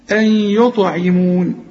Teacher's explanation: النون بعدها الياء والياء من حرف الإدغام، أن يطع، وقلقل الطاء مدام عليها السكون قلقل